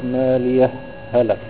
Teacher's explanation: بتدخل هاء السكت في هاء هلك